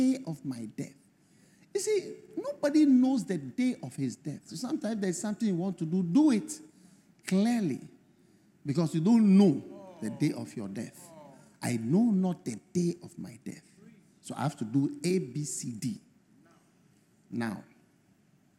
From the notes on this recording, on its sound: Preached At The First Love Centre, Accra, Ghana